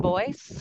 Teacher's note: It's more of an S sound at the end.